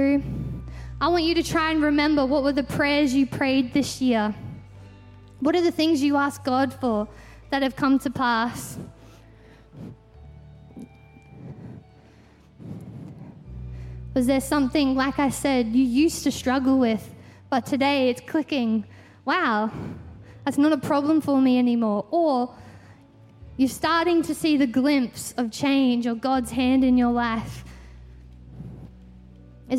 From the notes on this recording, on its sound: Christmas At C3 Powerhouse. Recorded during our 9am service on Sunday, the 31st of December 2023.